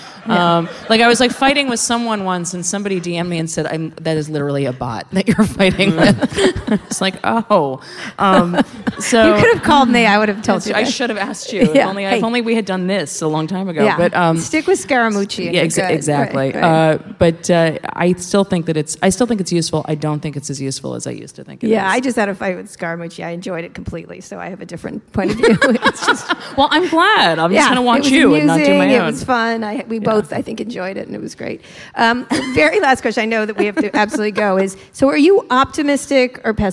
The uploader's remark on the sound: at the 2017 Texas Tribune Festival in Austin